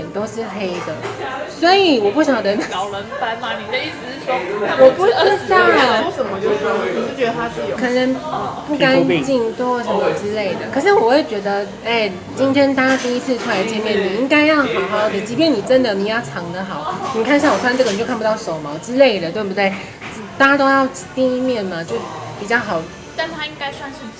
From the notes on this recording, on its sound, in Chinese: Lane 72 Bistro 英式餐酒館 之 邊吃邊聊悠閒話題分享。首次嘗試在餐酒館內錄音。